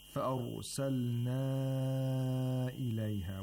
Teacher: We have مَدُّ الْمُنْفَصِل here, and Sheikh Mahmoud Shahad lengthened the مَدُّ الْمُنْفَصِل to four vowel counts